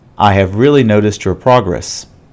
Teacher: This is known as falling intonation. Your pitch starts high and falls low at the end.